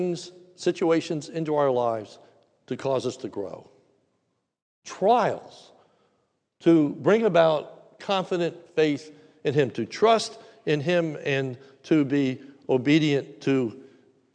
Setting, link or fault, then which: setting, large echoing room